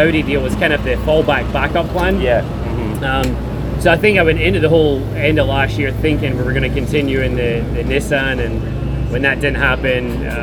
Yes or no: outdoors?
yes